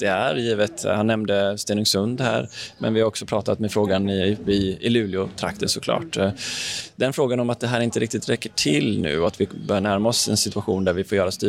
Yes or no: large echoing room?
no